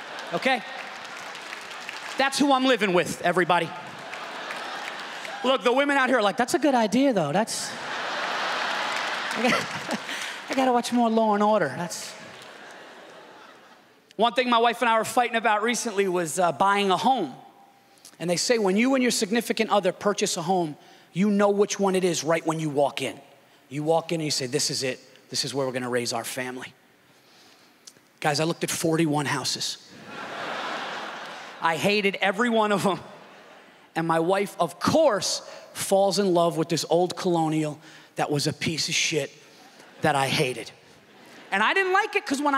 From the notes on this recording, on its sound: This stand up performance took place at the Just for Laughs Festival in Montreal, Quebec